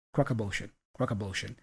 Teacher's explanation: off is reduced to a schwa sound. It's just like we hear and the two words link together, like crock of bullshit.